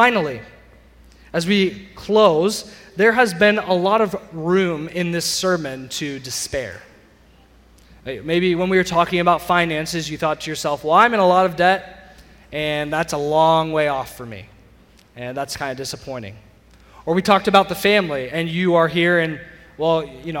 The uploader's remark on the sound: Sermon audio from CityGate Church